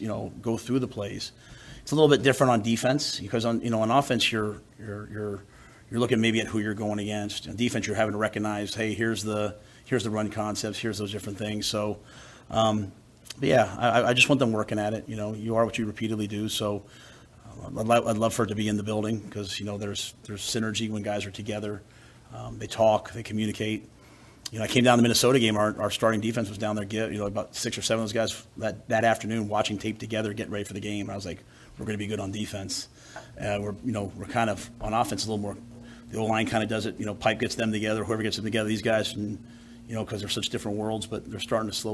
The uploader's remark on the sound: Monday press conference.